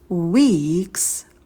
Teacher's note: на в мы вытягиваем губы вперед и сразу же потом уходим в оскал на долгий звук и.